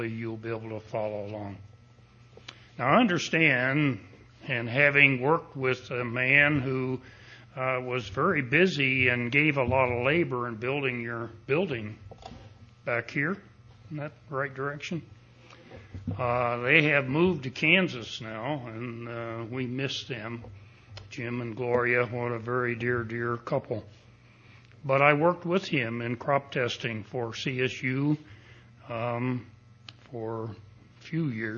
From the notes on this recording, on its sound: Recording of the sermon